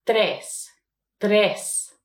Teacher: We have that R in between the T and the E. It's not going to be trilled or anything